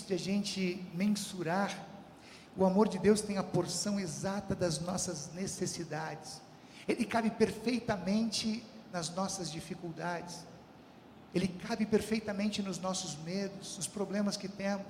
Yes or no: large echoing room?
yes